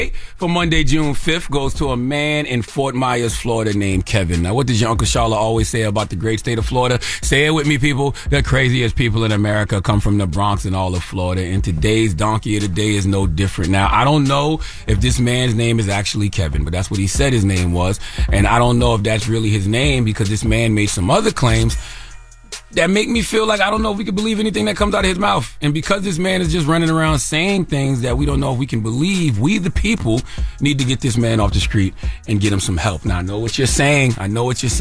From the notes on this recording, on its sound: We also open up the phone lines to ask our listeners. Finally we ask callers to chime.